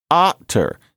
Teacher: And if you say after, imagine, for example, if you are British and you're saying after in your dialect, after is a word you say a lot. After a while, the F might drop out, and then you get otter.